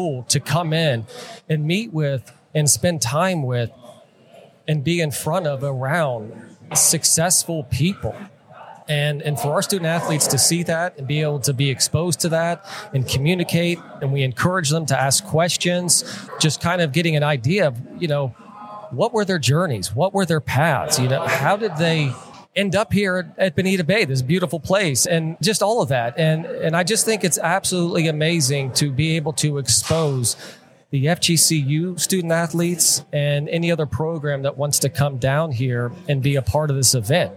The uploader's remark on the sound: Live at the Collegiate Open